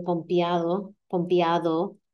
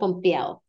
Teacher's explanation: in El Caribe, in Puerto Rico, and in parts of Spain, the D is dropped · Shown in: second take · So that's why it just sounds like pompía instead of pompeada, pompead.